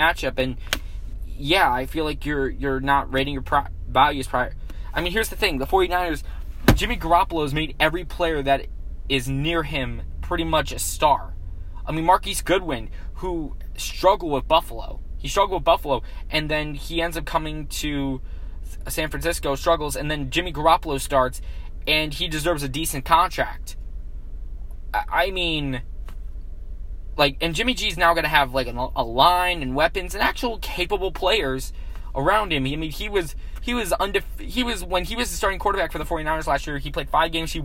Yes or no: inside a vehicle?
yes